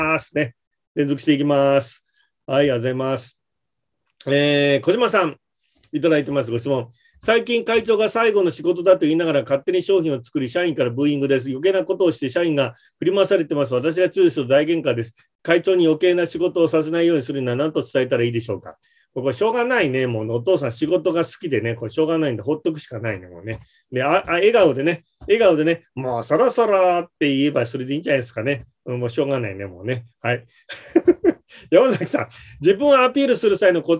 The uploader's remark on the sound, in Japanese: ZOOMで開催しますので、視聴者の皆さんと一緒にやりとりしながら双方向で番組を進めてまいります！